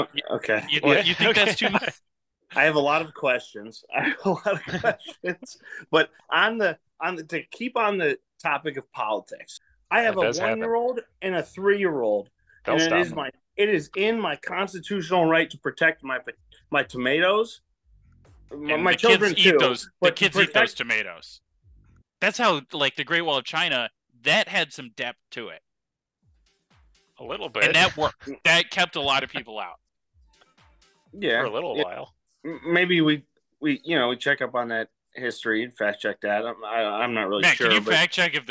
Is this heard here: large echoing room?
no